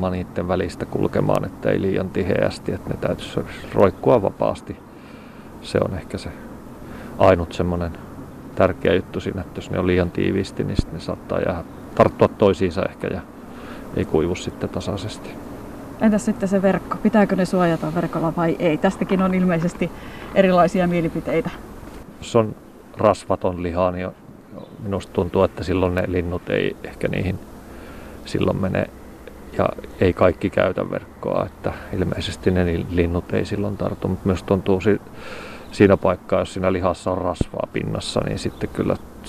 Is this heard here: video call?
no